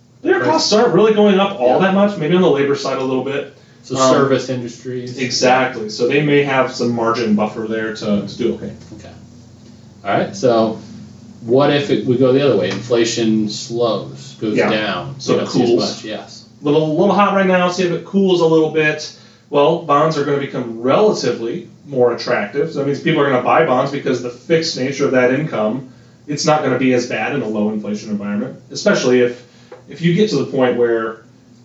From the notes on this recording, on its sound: Please forgive any audio irregularities. There were some technical difficulties while recording.